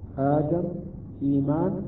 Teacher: في قراءة حفص آدم إيمان نمده مقدار حركتين · Term: مد البدل